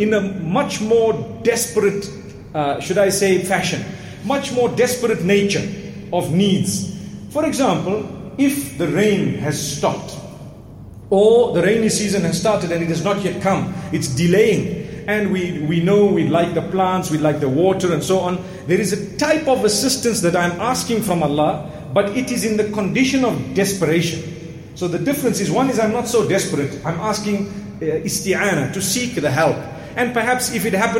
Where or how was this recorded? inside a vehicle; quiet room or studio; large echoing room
large echoing room